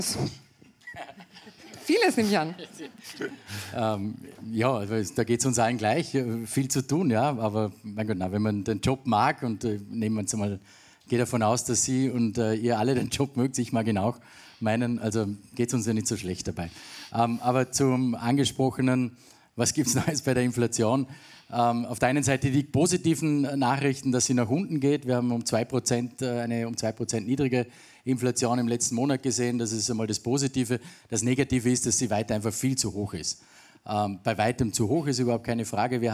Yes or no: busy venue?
yes